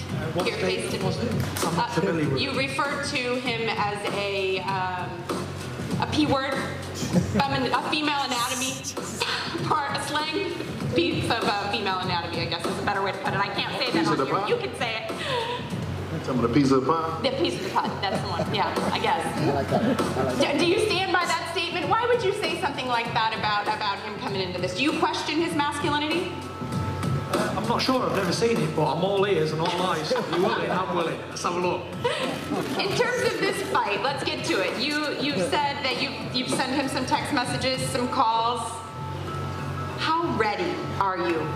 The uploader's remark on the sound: FULL PRESS CONFERENCE | Los Angeles.